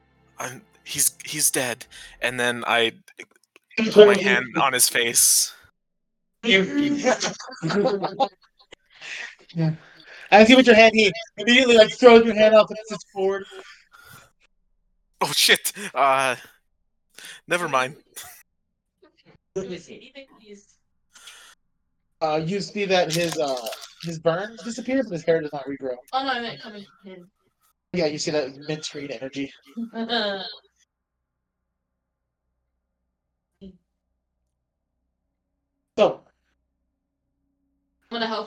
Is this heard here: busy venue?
no